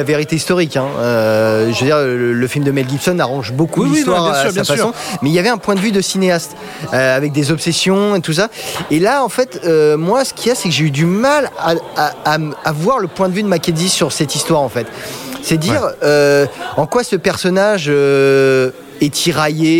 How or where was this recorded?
busy venue